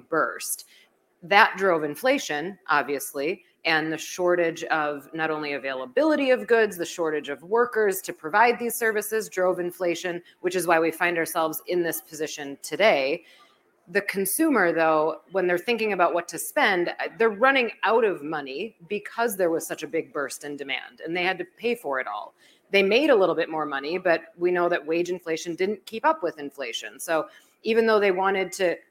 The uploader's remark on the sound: a special MRKT Call from Zeta Live 2023